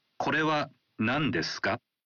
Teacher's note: At the end of the sentence is ka, a particle.Adding it to the end of a sentence and saying the sentence with a rising intonation allows you to ask a question